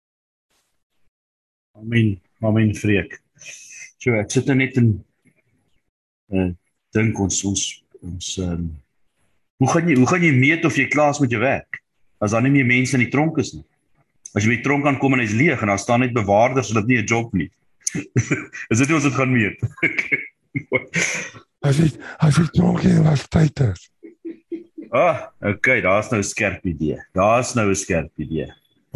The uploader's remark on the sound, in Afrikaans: Zoom Byeenkoms